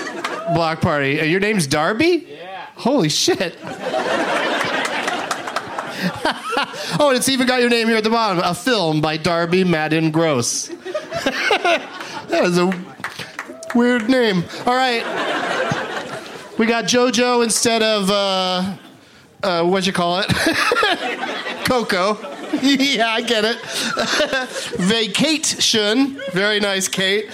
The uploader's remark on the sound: Live from the Punchline Comedy Club in Sacramento